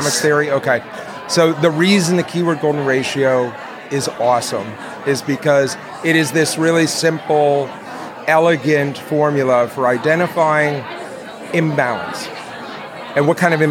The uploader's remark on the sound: Live at FinCon.